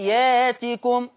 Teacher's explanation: قرأ ورش بإبدال الهمز الساكن في لفظ يأتكم، قرأ ورش بإبدال الهمز الساكن في لفظ يأتكم، تقرأ ياتكم.